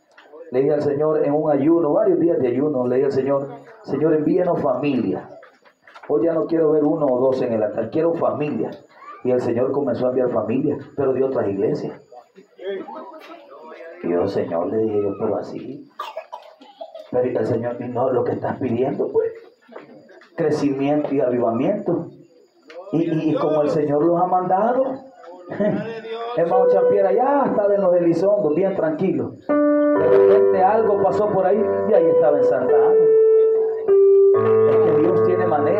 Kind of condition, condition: setting, large echoing room